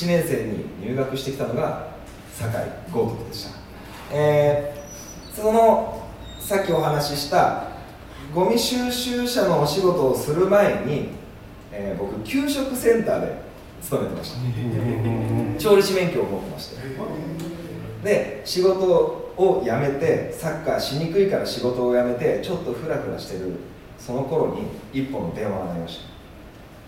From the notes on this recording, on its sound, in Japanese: 公開収録音源。In可児。